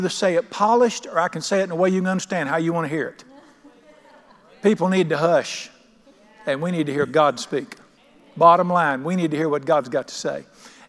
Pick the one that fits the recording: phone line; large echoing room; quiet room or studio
large echoing room